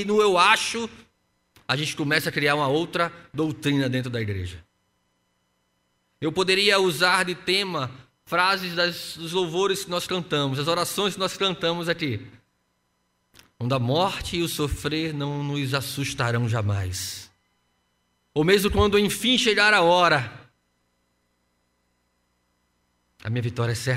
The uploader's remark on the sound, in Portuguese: No culto presencial e transmitido ao vivo no domingo (04/04/2021) às 15h.